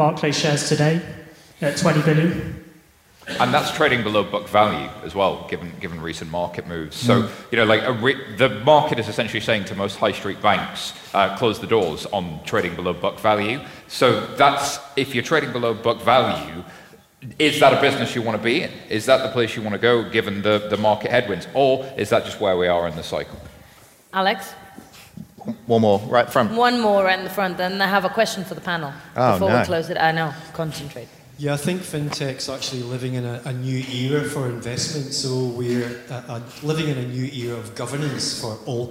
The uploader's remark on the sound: Recorded live in London